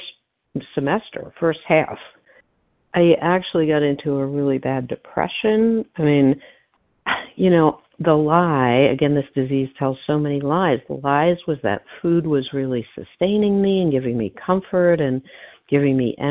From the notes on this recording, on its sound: 100 Pounders Phone Meeting